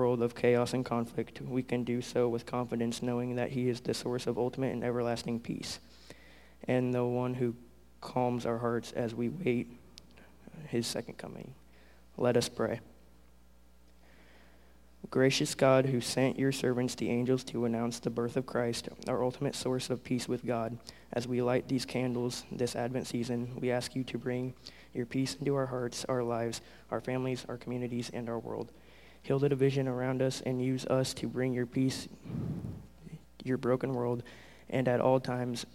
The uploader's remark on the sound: Recorded at The Calling Community Church located in Platte City, Missouri. Service is held at the Platte County High School Auditorium.